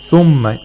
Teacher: On the ثُمَّ he places the stress, because they're like a new sentence